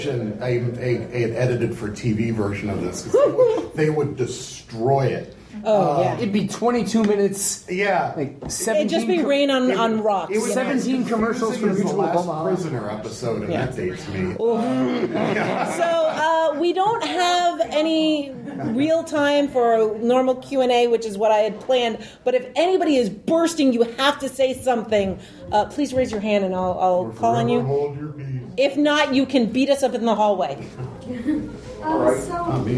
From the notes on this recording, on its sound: This was recorded at Balticon 51